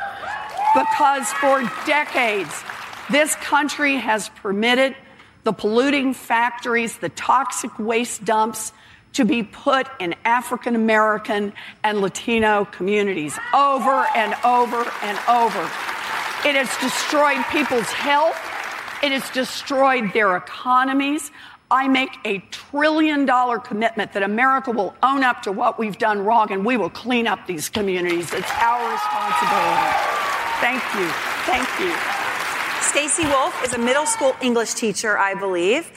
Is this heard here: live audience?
yes